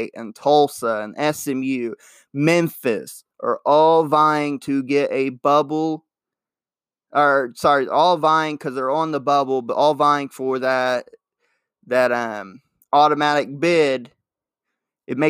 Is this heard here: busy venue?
no